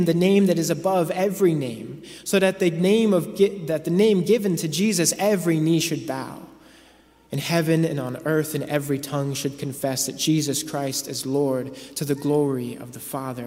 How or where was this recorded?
large echoing room